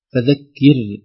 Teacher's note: ترقيق الراء الساكنة بعد الكاف المكسورة